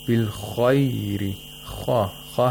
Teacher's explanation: خَا has تَفْخِيم، because it's a letter of إِسْتِعْلَى